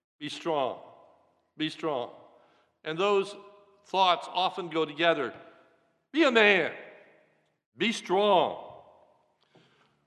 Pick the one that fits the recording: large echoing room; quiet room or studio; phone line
large echoing room